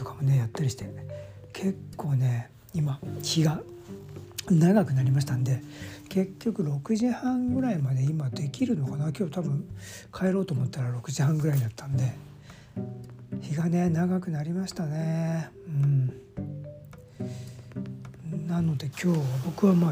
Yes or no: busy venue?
no